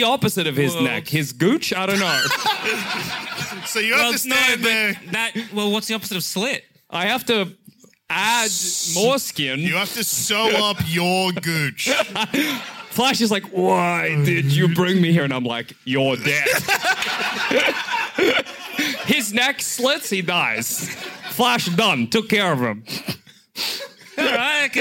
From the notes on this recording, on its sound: Live from the Apple Tree in London on March 22 as part of our London 2022 Tour.